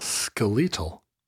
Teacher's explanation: skeletal has the accent on the second syllable